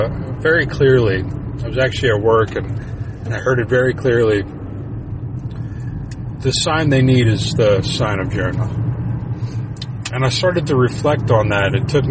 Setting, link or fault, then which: setting, inside a vehicle